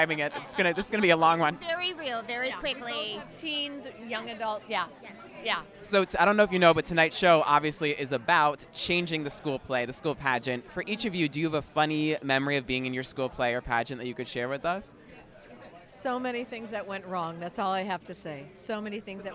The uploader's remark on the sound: Live from The Thanksgiving Play Broadway Opening. On The Thanksgiving Play Broadway opening night red carpet.